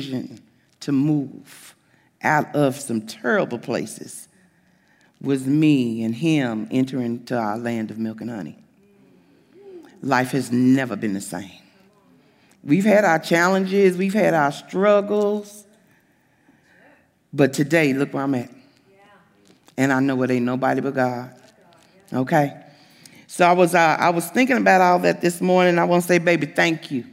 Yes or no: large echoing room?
yes